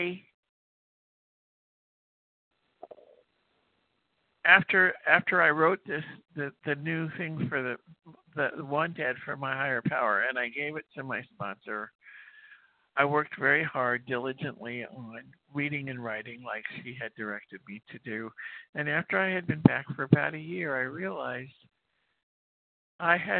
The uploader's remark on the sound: 100 Pounders Phone Meeting